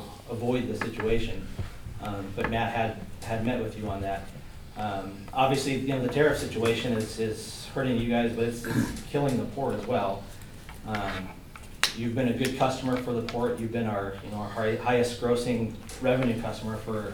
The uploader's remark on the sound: Live recording of the Port of Astoria Commission meeting, held at the Seaside Library Community Room